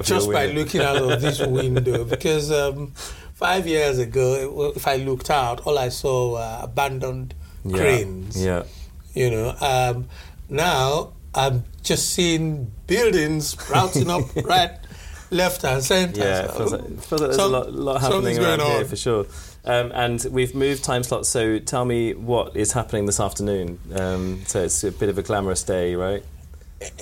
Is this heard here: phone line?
no